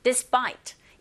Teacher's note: 프라는 소리가 된소리 현상이 일어나서 경음하죠